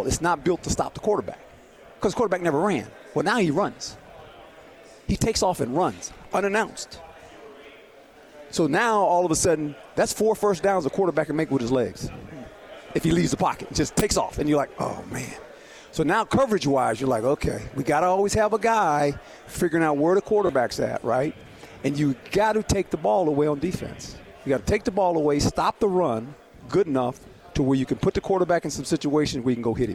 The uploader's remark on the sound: LIVE from Pac-12 Media Day in Los Angeles, CA.